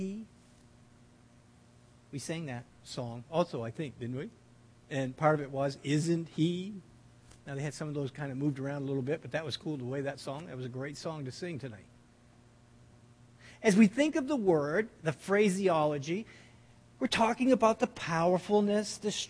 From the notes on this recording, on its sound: This audio sermon. At The People’s Church of Somerville, NB on the evening of December 14, 2015.